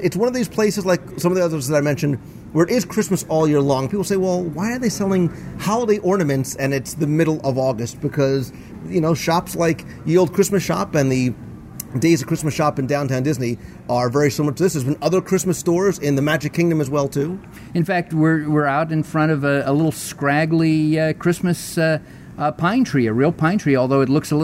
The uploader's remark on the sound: We're going to go live into the parks and seek out a little bit of Christmas now. We'll stop in to It's a Wonderful Shop at Disney's Hollywood Studios.